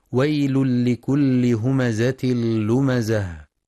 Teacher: ينتبه القارئ لإدغام التنوين في اللام إدغاما كاملا بغير غنة في ويل لكل، وكذلك في همزة لمزة، ويراعى بيان صفة الصفير